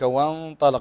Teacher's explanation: وانطلق النون ساكنة وبعدها الطاء، والطاء من حروف الإخفاء الحق